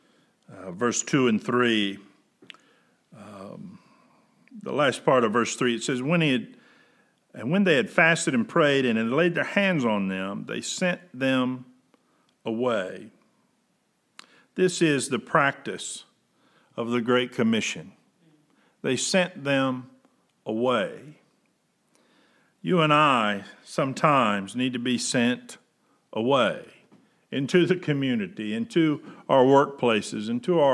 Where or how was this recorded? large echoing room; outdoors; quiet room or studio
large echoing room